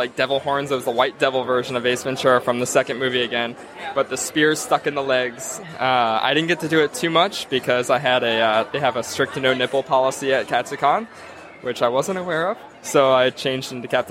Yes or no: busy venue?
yes